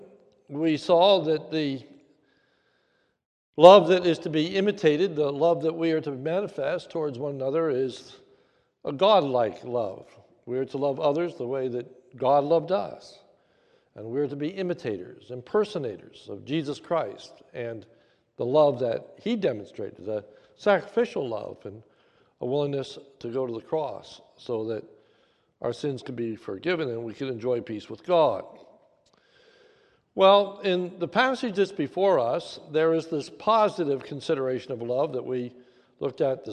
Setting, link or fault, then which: setting, large echoing room